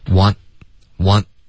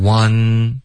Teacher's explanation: OK want want 这个 n 的音咬舌尖，然后尽量导致一个干脆的停顿，别发成 one OK 也不是 one OK 不是后鼻音，是咬舌尖的 n · Shown in: first take